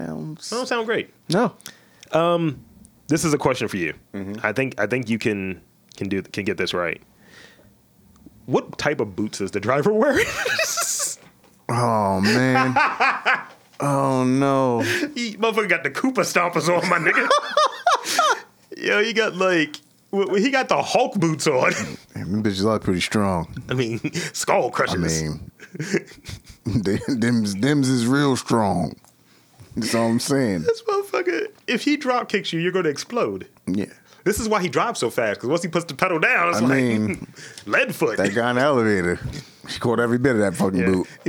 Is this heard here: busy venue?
no